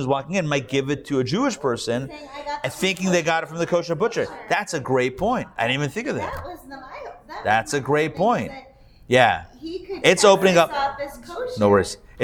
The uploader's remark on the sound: Recorded Live at The Torah Center ATL on Wednesday, August 16, 2023